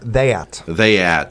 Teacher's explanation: What happens is you end up combining vowels in the South. You know, many of us like here would say that, but they'll say it down there, that.